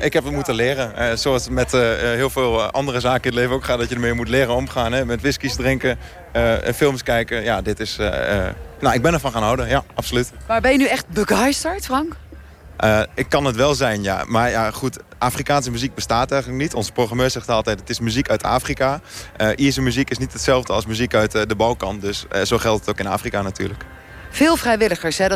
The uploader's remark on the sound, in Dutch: Vanuit het Afrikafestival in Hertme (7 juli 2019)